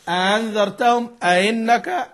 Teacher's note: يسهل الهمزة الثانية بدون إدخال بكل الصور